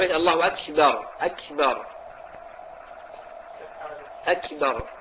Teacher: اللحون الشائعة في الكاف، النطق بالكاف بشكل يقارب للشين، يعني مخلوطة مشوب بالشين